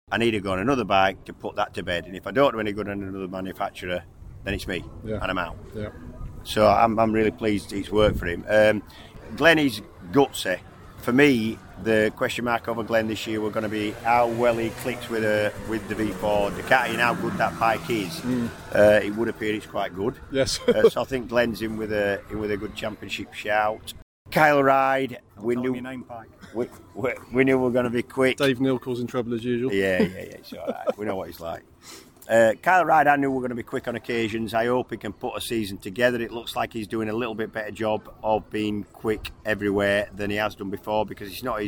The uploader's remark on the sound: A number of interviews from the Moto-America paddock at Barber Motorsports Park. This is followed by some brief chats at Donington Park BSB.